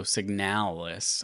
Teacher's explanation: The emphasis is definitely on the second syllable. And they say sig as in signal.